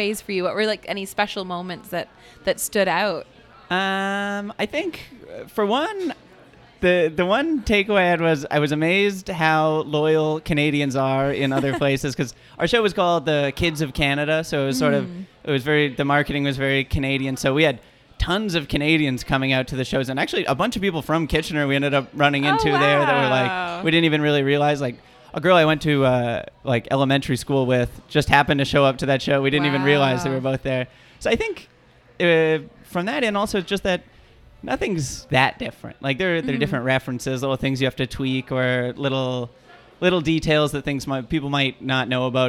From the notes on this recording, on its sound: Recorded live at Jane Bond. Kitchener Waterloo.